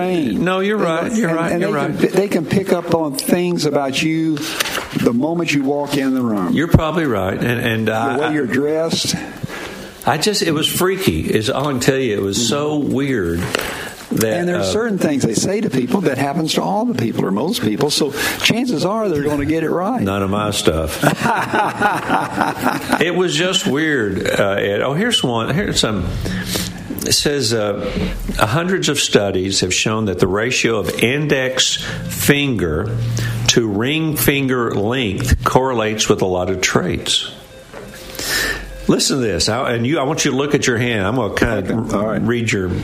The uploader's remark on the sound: LIVE from Harrah’s Casino in Cherokee!